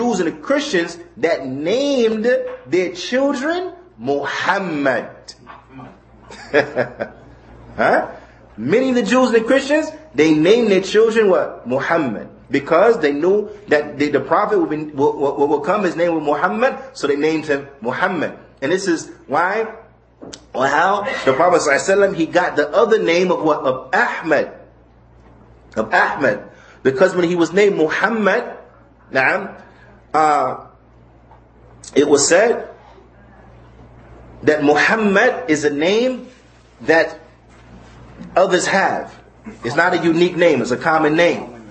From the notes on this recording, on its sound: Lecture given at Muslim Community Center Of Apopka, Fl